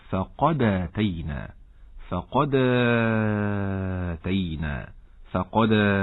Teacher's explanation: فرغم حذف الهمزة لكن يوجد مد البدل